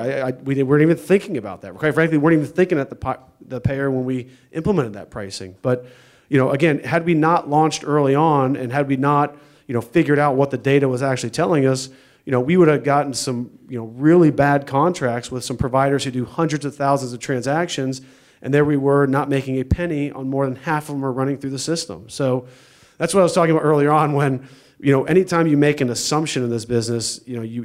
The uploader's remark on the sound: This is the audio recording from the live event